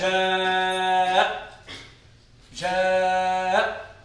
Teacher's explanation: احتاجت إلى مد الصوت بها أكثر مما هو عليه في المد الطبيعي نظرا لهذه الحيثية اللي هي البيان.